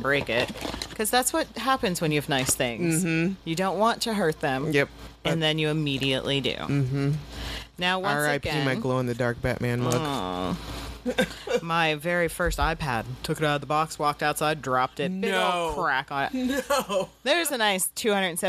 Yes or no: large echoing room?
no